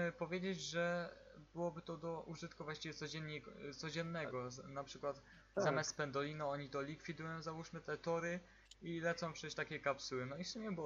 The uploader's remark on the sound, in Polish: Ze względu na to, że jest to nasz pierwszy podcast, przepraszamy za różne problemy z dźwiękiem.